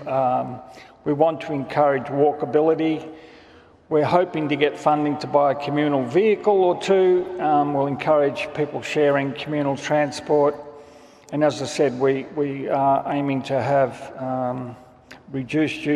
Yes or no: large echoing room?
yes